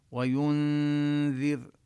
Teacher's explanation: بعد أن نلفظ الياء المضمومة ويو، بالنسبة للنون قلنا الإخفاء بغنة، نظهر الغنة لكن لا نلفظ النون من مخرجها، يكون اللسان متهيئا للفظ حرف الذال. وينذر لساني يكون بعد الياء المضمومة على مخرج الذال، وأنتظر قليلا لبيان الغنة لأن الإخفاء يكون مع الغنة.